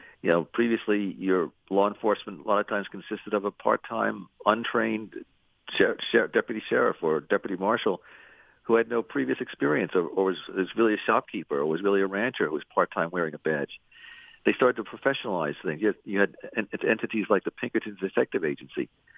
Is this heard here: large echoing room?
no